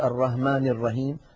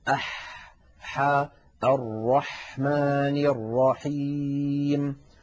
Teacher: بعض غير العرب قد يغيرون الحاء، فبعضهم يجعلها هاء · Shown in: first take